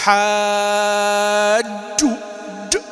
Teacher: أو حاج هذه دخل عليها إيش الدال، فهناك طرف نقيض، هناك من يدخل عليها الدال ويحرف مخرجها إلى الأمام ويزيد شدتها عن المطلوب، وهناك من يخففها اجترح وهكذا، هذا خطأ وهذا خطأ. · Term: إدخال الدال